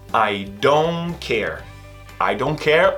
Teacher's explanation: geralmente o don't, nós não pronunciamos esse T, a não ser que você queira dar uma ênfase. Geralmente vai ser I don't care.